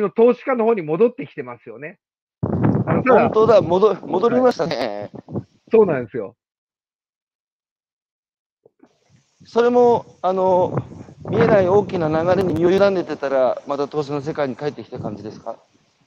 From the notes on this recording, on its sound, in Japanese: 歩きながら1時間、対談する